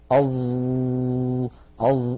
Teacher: كما أن الظاء حرف قابل للمط، أظ، فهو حرف رخو لأنه ليس من حروف أجد قط بكت ولا من حروف لن عمر.